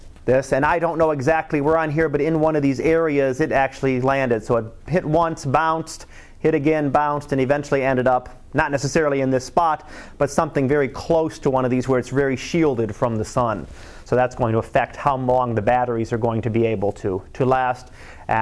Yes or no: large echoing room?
yes